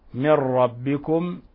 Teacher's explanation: من ربكم نون ساكنة جاء بعدها حرف الراء، الحكم التجويدي إضغام بغير غنة